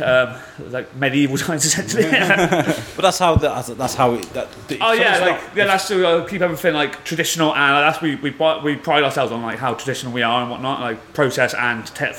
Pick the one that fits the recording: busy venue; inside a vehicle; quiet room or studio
busy venue